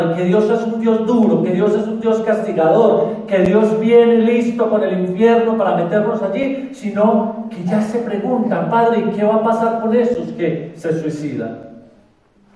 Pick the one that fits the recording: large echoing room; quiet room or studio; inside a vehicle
large echoing room